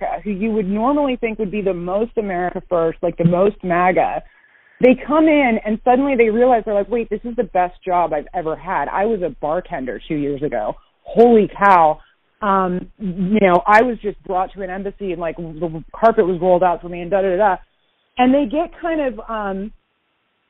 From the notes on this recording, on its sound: Part of this, necessarily, means that I skipped the desktop computer and microphone for the couch and the phone. I had a feeling it would change the ambiance and energy of the chat—making it more intimate, and removing as much of the “podcast” artifice as possible. It sounds exactly like a phone call, because it is.